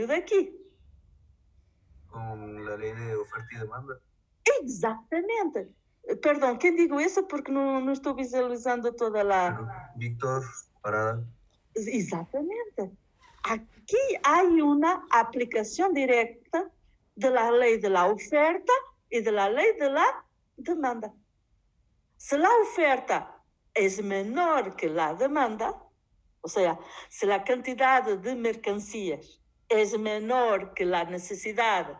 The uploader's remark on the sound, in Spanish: Grabado directamente de la clase impartida a la Secc 15, segundo semestre.FDyCS/UMSNH.